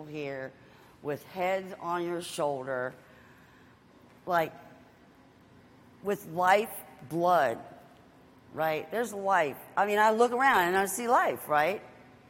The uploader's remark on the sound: Live at Henrico East Jail